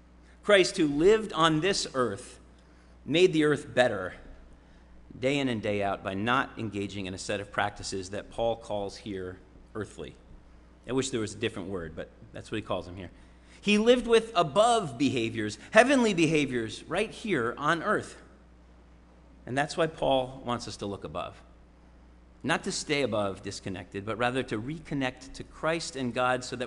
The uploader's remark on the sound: Sermon preached at RCHP on July 31, 2022.